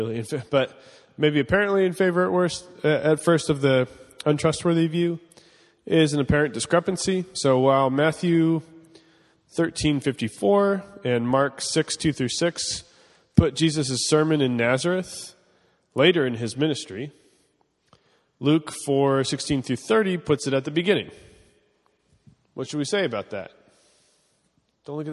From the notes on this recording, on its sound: (class format). This is a recording of the week 5 of Part 1 of our in-person course.